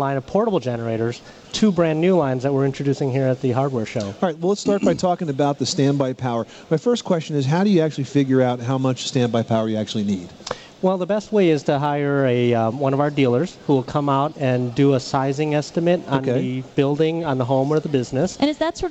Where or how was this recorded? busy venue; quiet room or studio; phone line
busy venue